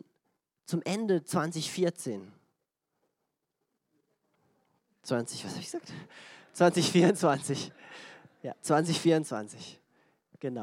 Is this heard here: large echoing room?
yes